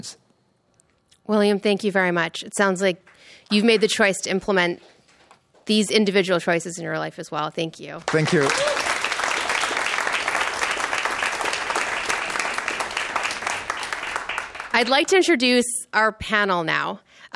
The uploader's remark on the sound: Taped in front of a live audience at CBC Vancouver.